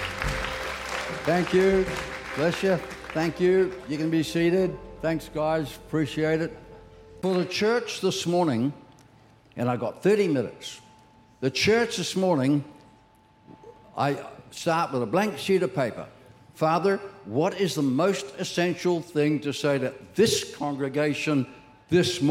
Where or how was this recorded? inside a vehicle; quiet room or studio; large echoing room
large echoing room